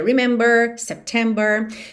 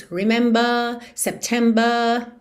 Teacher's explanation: o inglês britânico tende a não enrolar a língua e alongar um pouco a vogal anterior · Shown in: second take